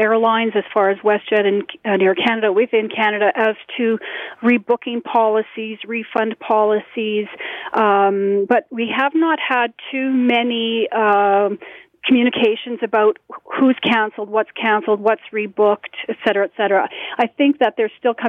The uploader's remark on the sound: the best callers of the week